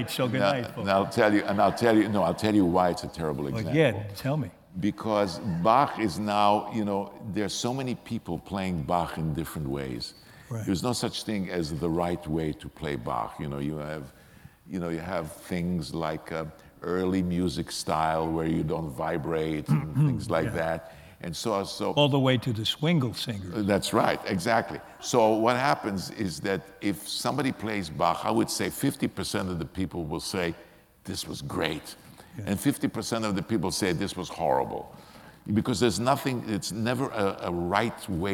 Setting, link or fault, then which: setting, live audience